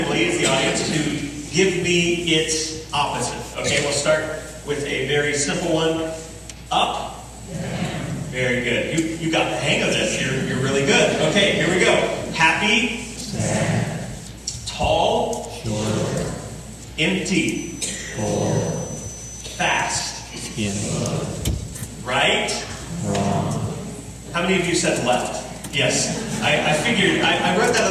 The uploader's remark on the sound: We apologize for the lacking audio quality in this week's sermon.